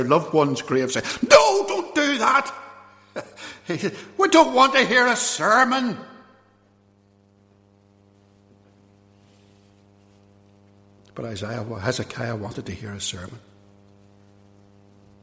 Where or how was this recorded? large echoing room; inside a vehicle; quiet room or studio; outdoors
large echoing room